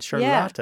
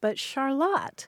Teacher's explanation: Spell the same way. But the Vermonters have dropped the final syllable. · Shown in: second take